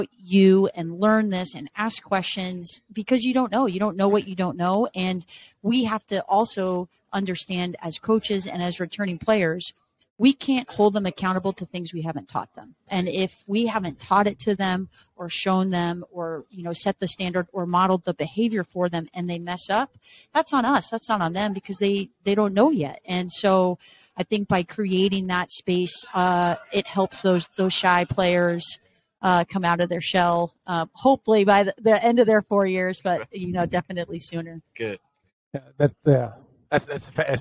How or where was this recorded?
busy venue